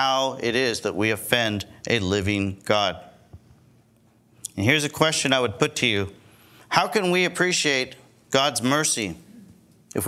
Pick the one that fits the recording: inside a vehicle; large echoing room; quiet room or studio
large echoing room